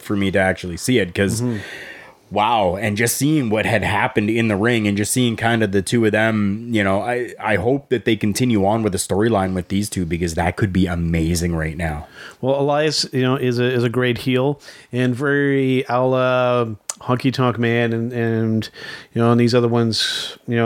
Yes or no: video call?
no